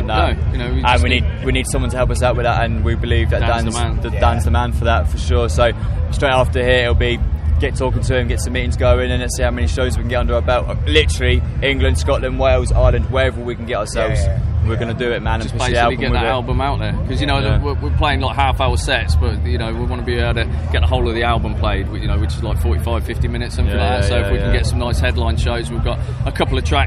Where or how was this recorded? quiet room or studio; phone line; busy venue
busy venue